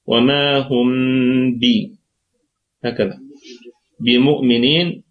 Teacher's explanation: هم الهاء هنا هي اسم إشارة، والميم ميم جمع، والكلمة كلها مرققة، ونقف عليها بالسكون المحض ولا روم فيها ولا إشمام لأنها ميم جمع، والميم في رابع درجات الغنة وقفا، وهي في ثالث درجات الغنة وصلا لأنها سيكون فيها إخفاء شفوي، ميم ساكنة بعدها حرف الباء إخفاء شفوي بغنة، ودرجة غنة ستكون في الثالثة، درجة الغنة ستكون في الدرجة الثالثة.